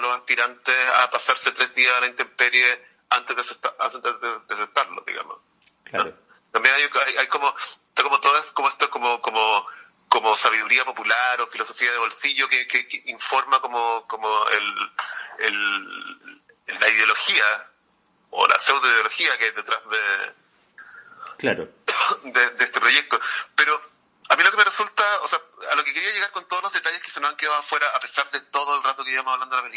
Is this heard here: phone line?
yes